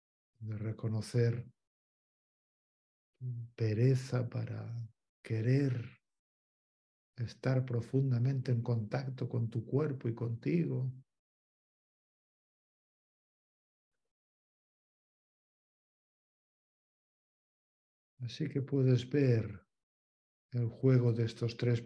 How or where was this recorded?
video call